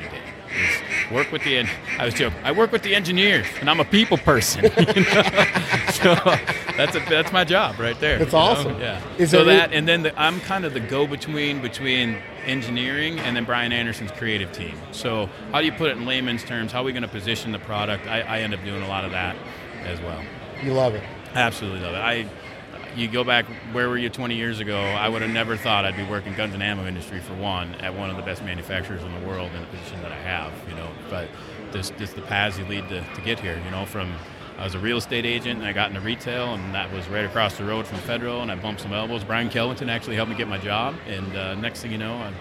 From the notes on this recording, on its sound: at the NWTF convention in Nashville, TN